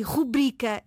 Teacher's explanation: Nós só temos em português a palavra rubrica sem qualquer acento no U e o seu acento tónico está na sílaba bri, rubrica. Então, na frase que tu apresentas, o nosso programa Na Ponta da Língua é uma rubrica de sucesso na Antena 1. · Não tem qualquer acento no U e a tónica está na sílaba bri